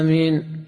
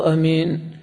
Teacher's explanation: آمين بالمد وبالقصر أيضا أمين